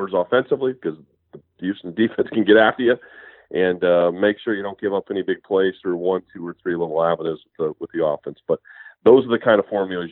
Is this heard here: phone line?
yes